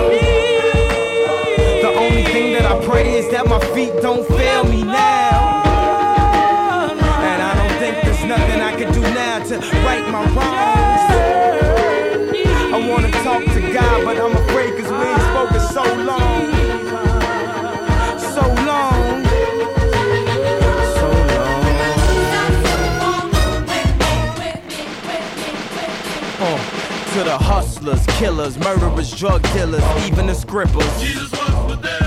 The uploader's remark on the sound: Recorded at Prairieland Park - Afterparty at Jax Nite Club 302 Pacific Ave. Downtown Saskatoon.